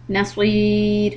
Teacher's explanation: Wala lam alif la, stretch it to nasir. And the raw is going to be soft.